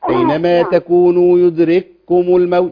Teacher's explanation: الكاف هنا دخلت في الكاف، يدرككم الموت على طول.